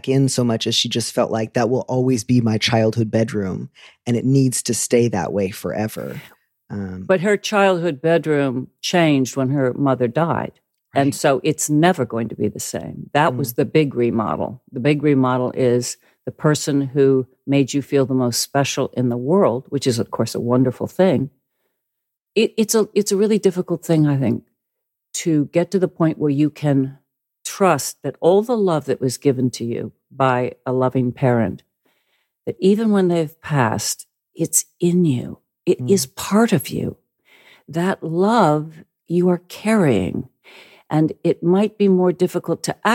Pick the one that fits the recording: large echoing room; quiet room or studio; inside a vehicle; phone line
quiet room or studio